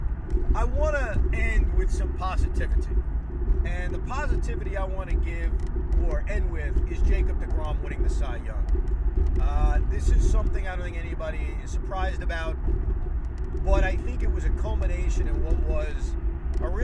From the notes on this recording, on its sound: While driving home from Barclays Center.